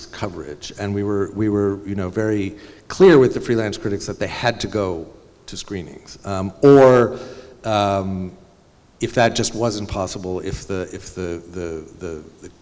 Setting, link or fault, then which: setting, busy venue